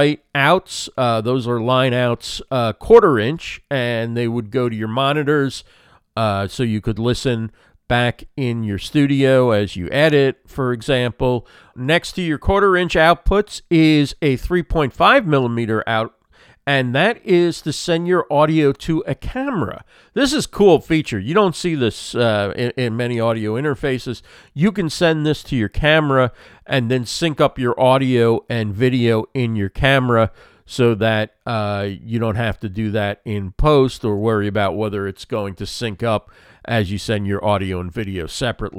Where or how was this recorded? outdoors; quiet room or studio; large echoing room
quiet room or studio